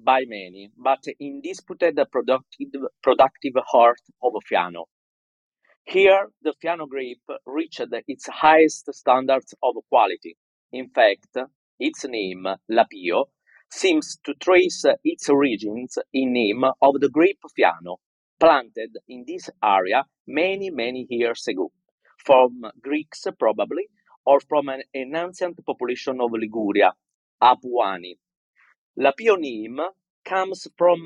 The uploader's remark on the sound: These sessions are recorded from Clubhouse and replayed here on the Italian Wine Podcast!